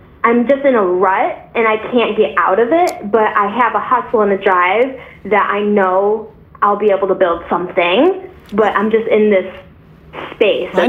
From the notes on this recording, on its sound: a 22 year-old girl called in to the show